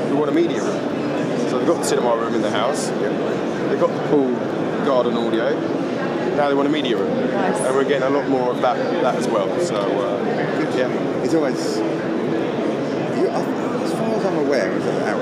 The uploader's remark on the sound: Recorded live from the ISE annual conference in Barcelona.